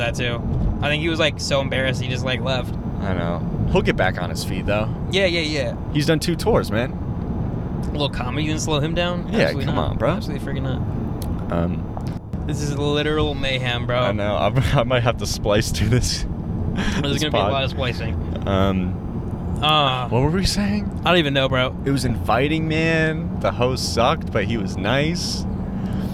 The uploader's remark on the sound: We go to our first open mic. Half we recorded on the way to the mic, and half was recorded on the way back.